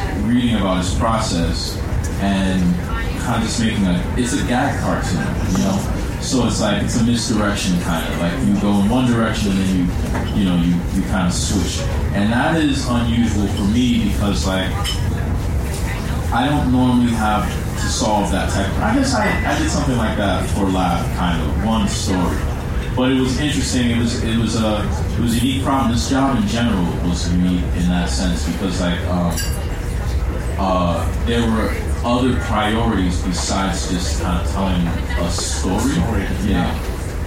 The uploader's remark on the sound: Recording Live at the recent Los Angeles Comic Con